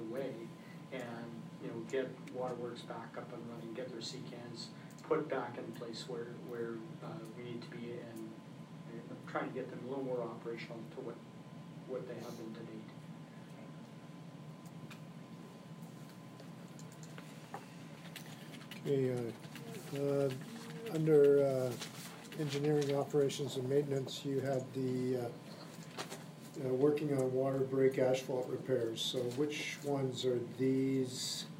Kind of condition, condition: setting, large echoing room